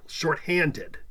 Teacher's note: Shorthanded is a trisyllabic adjective. That's a compound word stressed on the second syllable